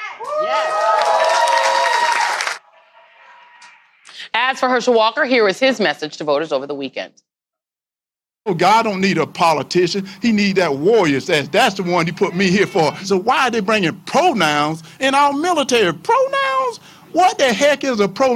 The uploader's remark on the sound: live and in person from the legendary Manuel’s Tavern in Atlanta